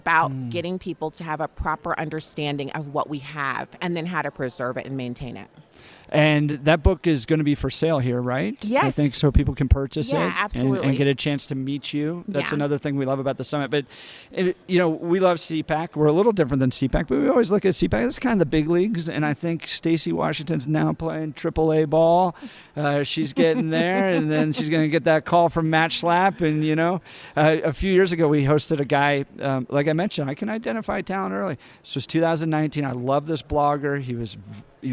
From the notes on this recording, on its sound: live from Western Conservative Summit 2022